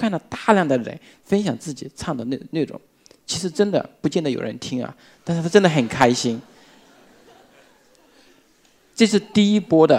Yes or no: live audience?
yes